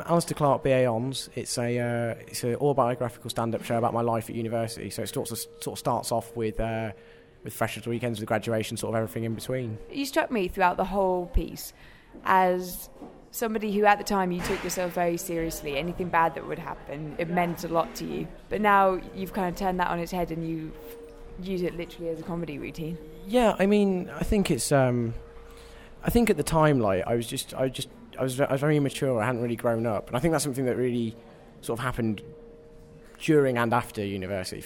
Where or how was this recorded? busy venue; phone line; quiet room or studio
busy venue